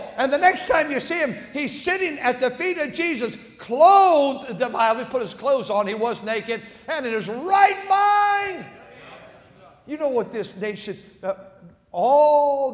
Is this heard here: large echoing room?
yes